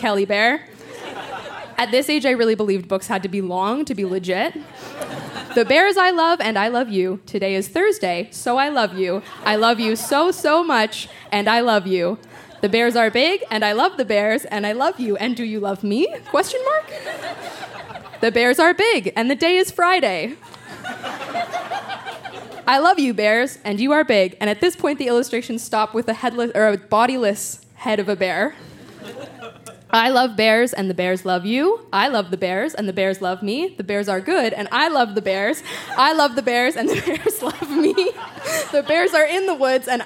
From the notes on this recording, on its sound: Recorded live at the Tranzac Club in Toronto.